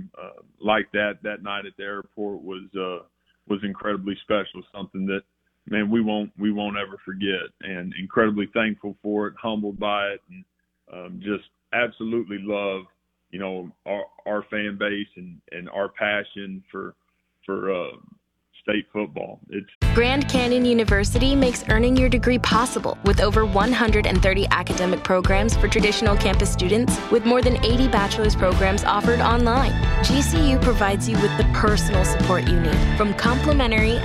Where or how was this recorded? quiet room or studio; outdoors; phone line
phone line